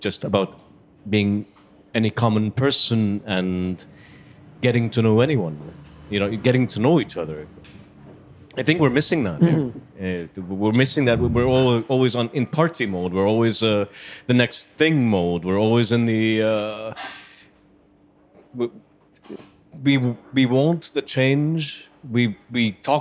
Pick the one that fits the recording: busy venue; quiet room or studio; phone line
busy venue